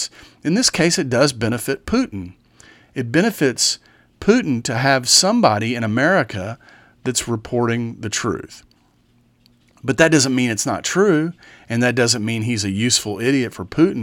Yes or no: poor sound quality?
no